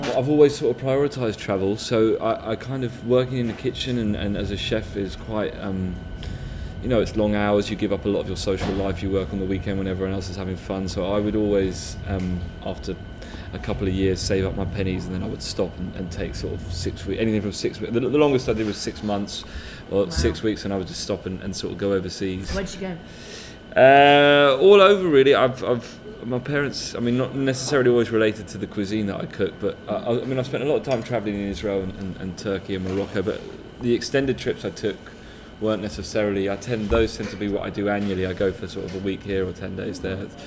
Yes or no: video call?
no